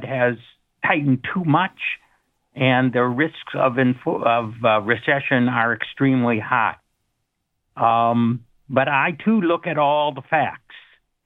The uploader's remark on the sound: calls in live from his cruise